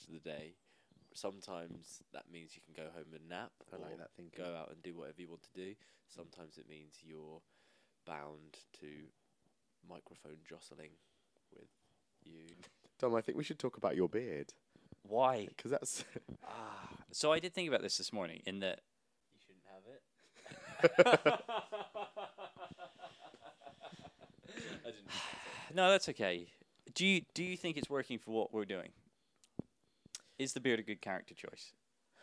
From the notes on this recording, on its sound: The Forthwall podcast records from on the road, while heavy sleep deprived.